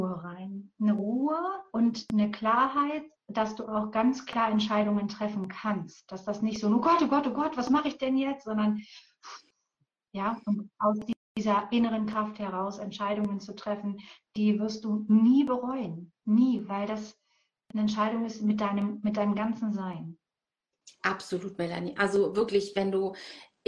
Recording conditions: video call